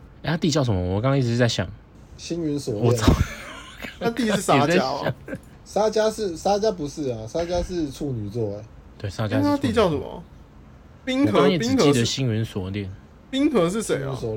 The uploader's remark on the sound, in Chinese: 分隔三地錄音。有些咳嗽聲、音質不佳請見諒！